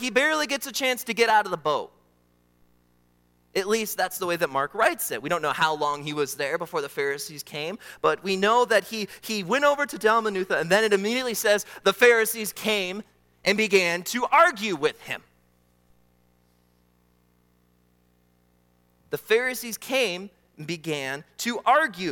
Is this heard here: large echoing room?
yes